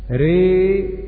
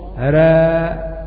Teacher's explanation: وراء فيها الإمالة ري لأبي عمرو البصري وابن عامر وشعبة وحمزة والكسائي، وفيها التقليل لورش راء، وباقي القراء قرأوا بالفتح راء.